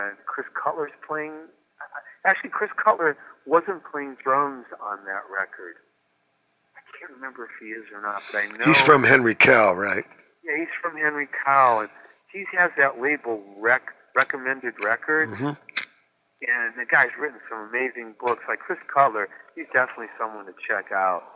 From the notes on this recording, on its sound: Phone interview.